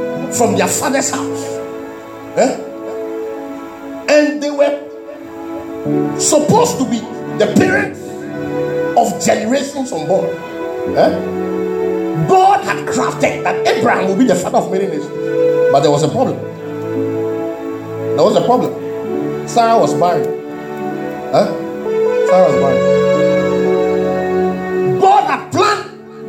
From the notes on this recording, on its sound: This message was preached at the Miracle Service.